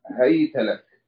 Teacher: بضم التاء وياء ساكنة وهاء مفتوحة